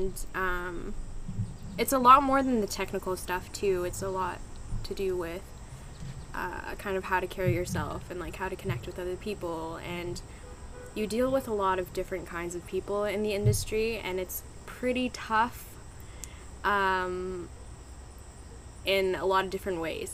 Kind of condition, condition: setting, outdoors